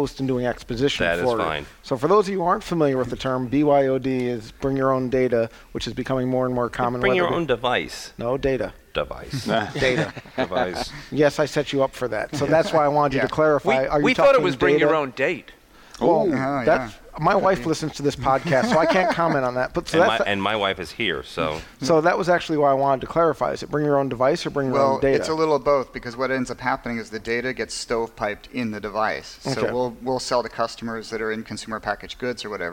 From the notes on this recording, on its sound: our conversation from the InfoComm 2013 floor (well, close enough tot the floor)